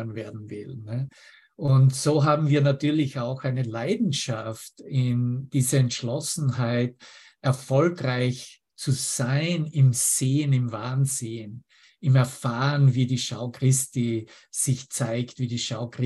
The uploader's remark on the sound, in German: Zoom-Session. Veranstaltet von der Aleph Akademie.